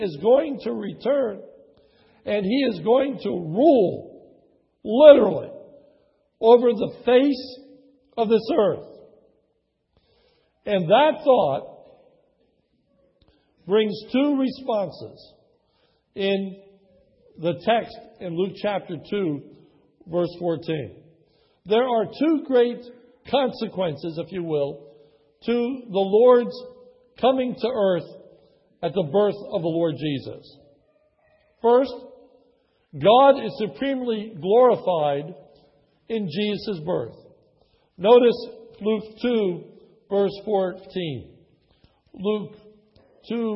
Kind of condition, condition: setting, large echoing room